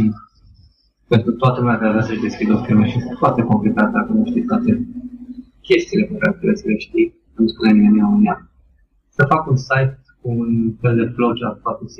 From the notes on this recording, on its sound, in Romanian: Editarea audio a fost (inca o data) un cosmar; serviciul care m-a salvat a fost Auphonic, pentru a aduce la acelasi nivel cele 2 track-uri audio salvate cu MP3 Skype recorder.